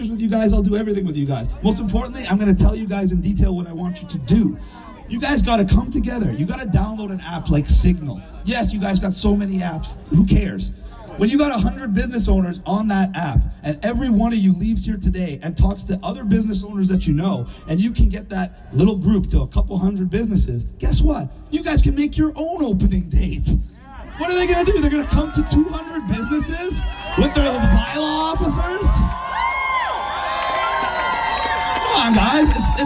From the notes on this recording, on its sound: This podcast is a partial recording of one of his rally’s on Sunset Beach in Vancouver on April 20th 2021.